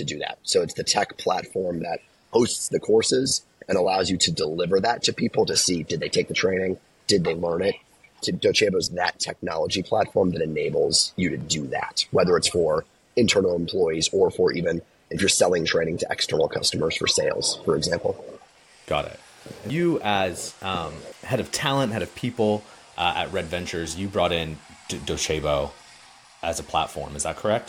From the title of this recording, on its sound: Live From Docebo Inspire